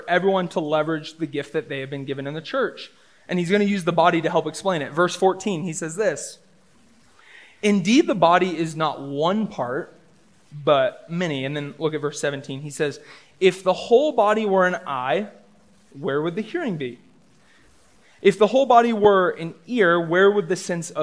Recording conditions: live audience